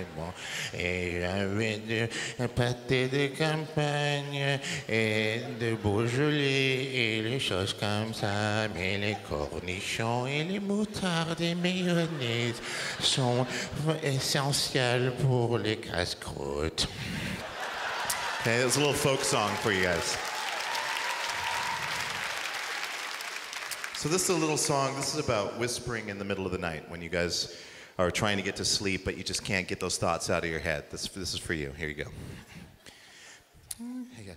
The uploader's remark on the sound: stand up from the Just For Laughs Festival in 2015